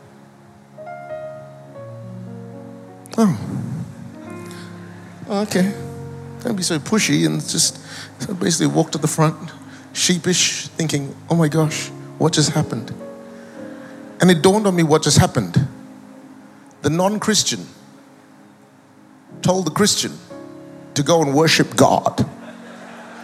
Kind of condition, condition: setting, large echoing room